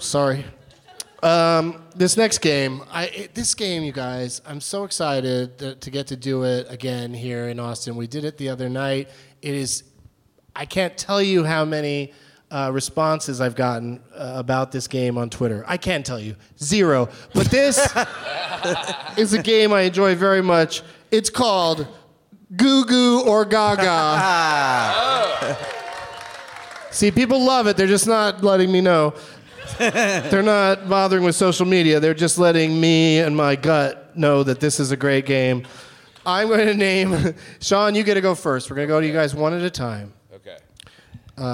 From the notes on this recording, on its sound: Live from the Stateside Theatre in Austin as part of SXSW